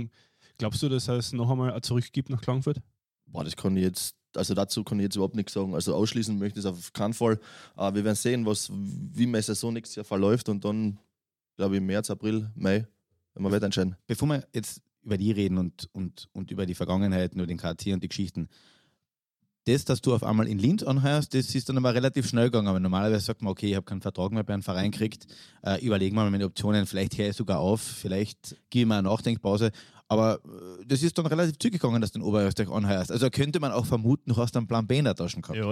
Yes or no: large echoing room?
no